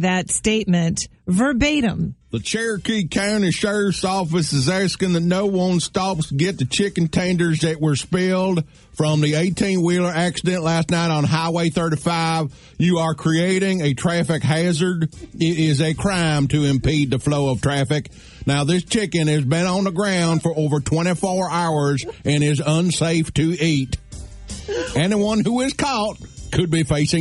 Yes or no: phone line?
yes